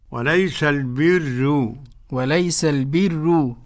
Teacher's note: الراء في البر مرققة لورش، وليس البر، وليس البر، مع أي ملاحظة عدم تكرير الراء.